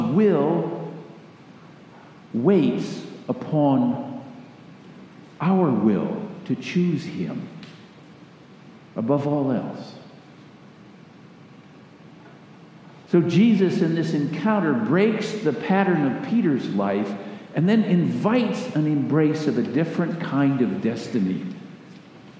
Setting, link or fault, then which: setting, large echoing room